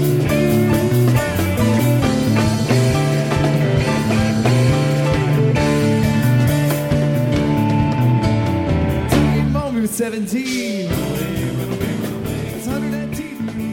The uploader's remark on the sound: HF Pod Live at Baker's Dozen 7/29